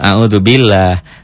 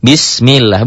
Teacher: Yang tarkik, lafad Allah berbunyi A, berbunyi tipis. Berbunyi Allah berbunyi tipis, sebelum lafad Allah ada kasrah.